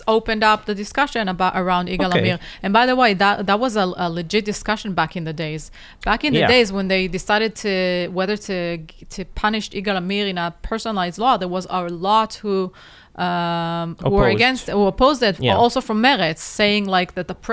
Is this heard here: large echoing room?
no